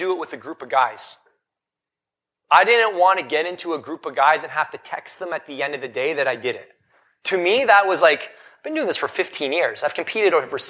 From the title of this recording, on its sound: Recorded LIVE in Vegas